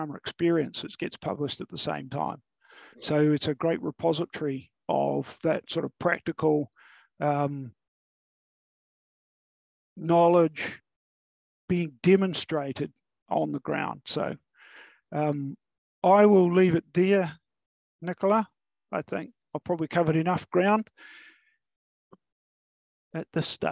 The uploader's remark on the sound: Recording of the Beef + Lamb New Zealand Central Otago Farming for Profit Winter Webinar series, June 2023